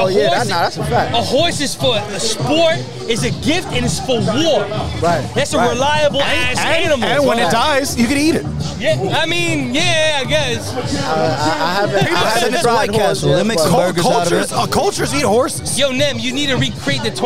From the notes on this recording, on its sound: LIVE FROM THE RUCKER PARK CHAMPIONSHIP. Live from Rucker Park on 8/27/23!